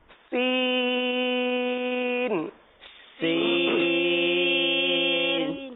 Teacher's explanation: مخرج آپ نے سمجھ لیا سین کا، زبان کی نوک اور دونوں دانتوں کے اندرونی کنارے سے · اور سین میں خالص سیٹی کی آواز آئے گی